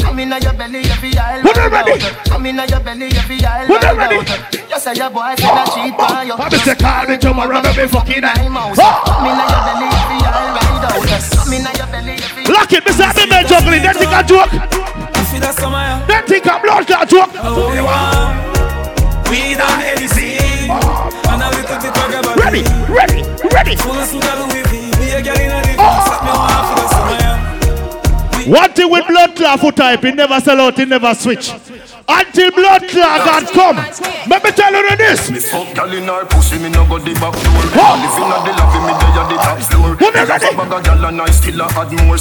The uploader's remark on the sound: LIVE AT GALLIS WEDNESDAYS.